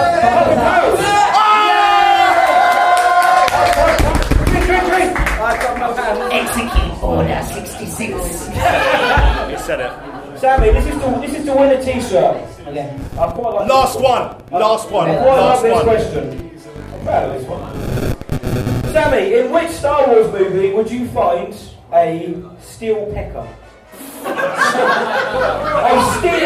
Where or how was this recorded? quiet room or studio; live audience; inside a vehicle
live audience